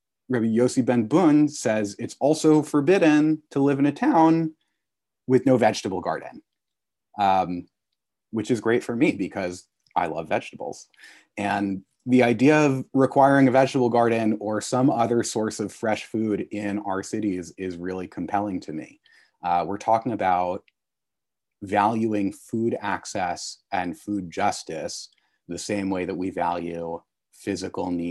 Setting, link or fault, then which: link, video call